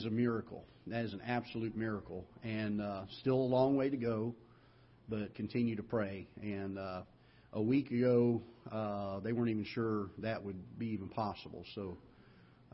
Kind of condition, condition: setting, large echoing room